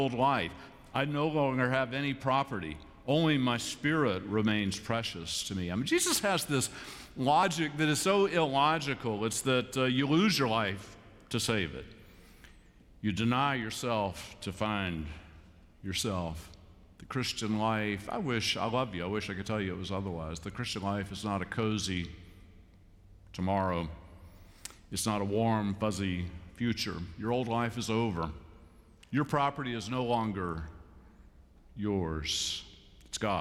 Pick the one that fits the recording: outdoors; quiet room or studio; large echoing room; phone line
large echoing room